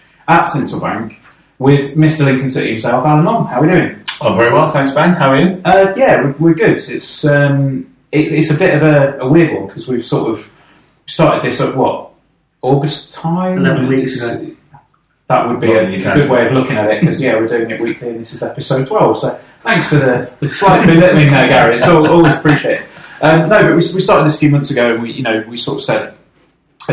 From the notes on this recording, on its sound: Apologies for the drop in audio quality - we had a bit of a problem with the recording setup, so this is actually from the backup recording we had on the day.